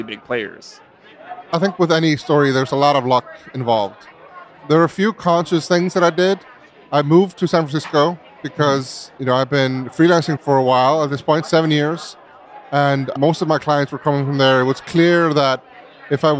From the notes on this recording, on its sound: Live at Kinference. At Kinference in Brooklyn. We recorded this in the venue during the conference happy hour, so please bear with us as there’s going to be a lot of noise. During the happy hour of the first day of Kinference in Brooklyn.